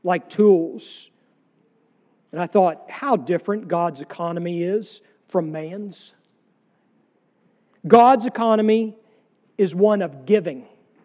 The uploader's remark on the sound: sermon from our worship service on June 25, 2023